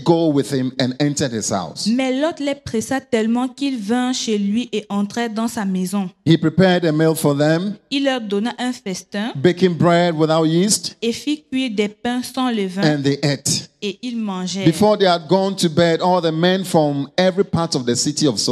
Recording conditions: large echoing room